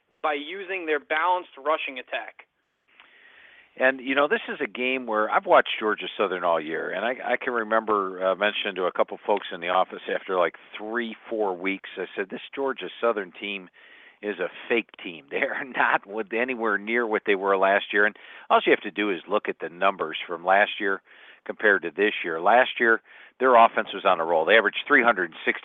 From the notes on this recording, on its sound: Take questions from callers across the country.